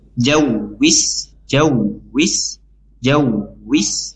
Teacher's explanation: Jadi tidak ada lafaz tambahan awis atau lain sebagainya, tapi langsung wis sama jau jim langsung masuk dia karena tasydid di wau, dia langsung masuk ya tanpa ada lafaz tambahan, langsung jawis, jawis, jawis ya.